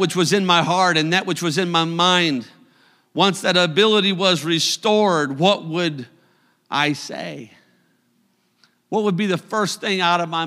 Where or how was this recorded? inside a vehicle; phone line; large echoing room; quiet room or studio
large echoing room